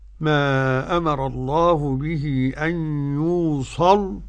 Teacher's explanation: إذا وقفت على اللام الساكنة المغلظة دي تقف بوجهين، التغليظ والترقيق